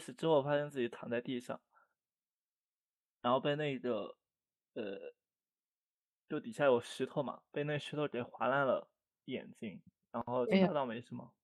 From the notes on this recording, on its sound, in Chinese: 读书会。结果因为录制渣音质反而更放松了。